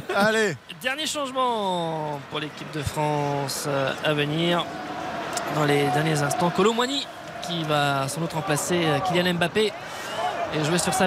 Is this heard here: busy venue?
yes